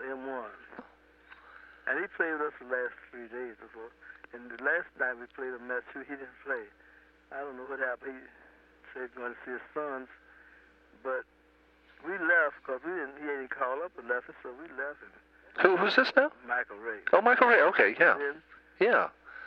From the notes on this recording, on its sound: Phone call. The house in Philadelphia.